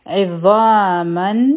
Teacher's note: عین به د حلق نه وایو